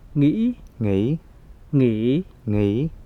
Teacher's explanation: The high glottal and the low melodic merge into one melodic sound in the Southern dialect.